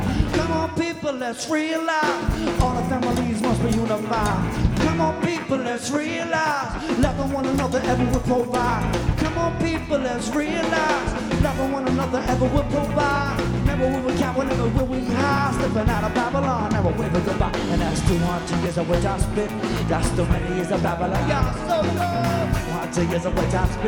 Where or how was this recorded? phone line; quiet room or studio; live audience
live audience